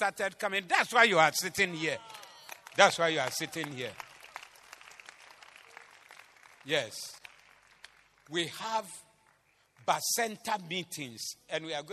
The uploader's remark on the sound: Preached at the Zeloo Service 28052023